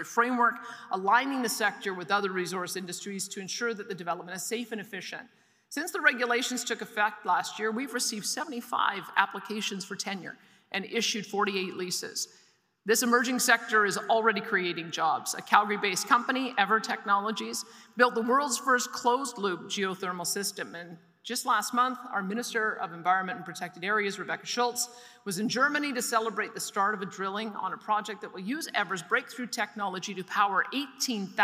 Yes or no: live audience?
yes